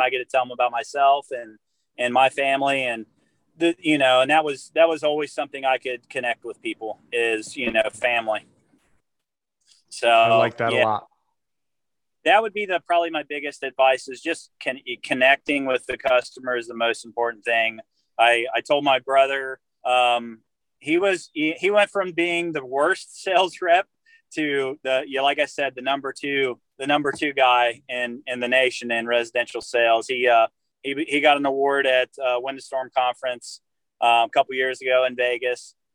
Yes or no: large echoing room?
no